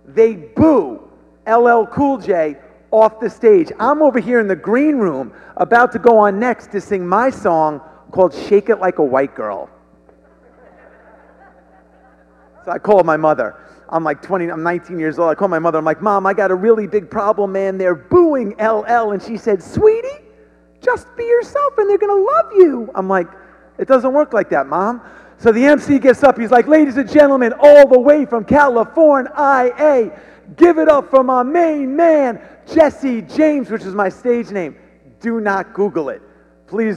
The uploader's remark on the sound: The Stronger Business Summit 2020 was taken to the next level. Stepped onto the stage as the keynote speaker.